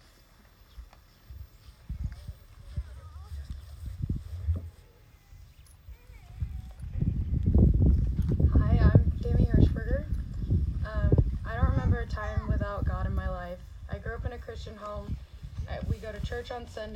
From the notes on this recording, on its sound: Church at the pond - Baptism.